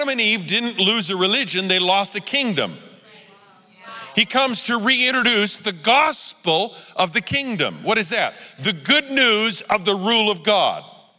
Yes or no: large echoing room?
yes